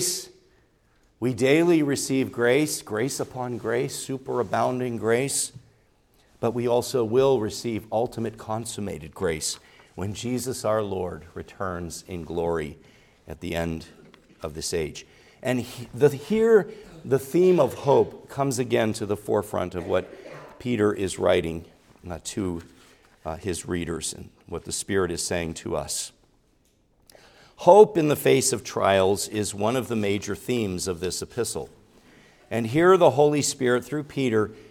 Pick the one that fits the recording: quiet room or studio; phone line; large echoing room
large echoing room